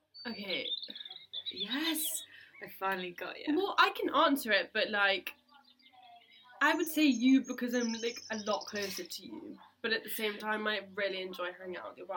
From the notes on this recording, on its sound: We're in the sunny countryside. We do apologise for any background noise as we did record this ep outside but we think the birds chirping add a nice touch and we hope you agree.